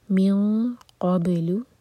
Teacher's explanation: آیہ نمبر 4, من قبل، یہاں پر قاف کے لیے اخفا، تو قاف کے لیے زبان تیار کریں گے، ہیوی اخفا ہوگا